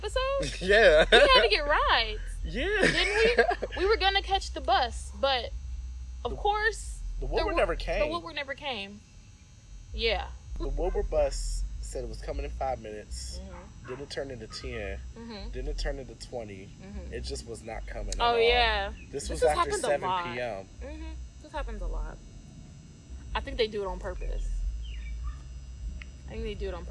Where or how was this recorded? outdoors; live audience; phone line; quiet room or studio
outdoors